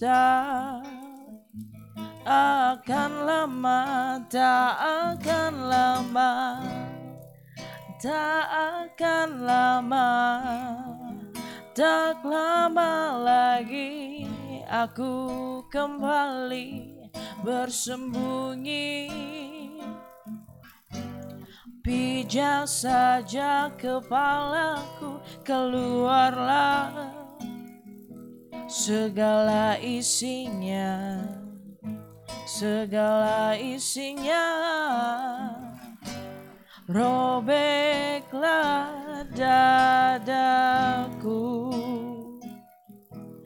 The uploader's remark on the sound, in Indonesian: Menyambangi Kopi-Yok untuk ngobrol LIVE. Ada 4 lagu yang dibawain sambil ngobrol santuy malam itu.